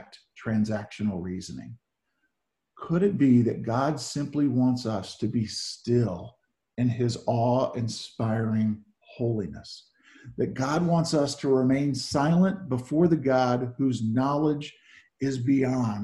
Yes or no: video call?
yes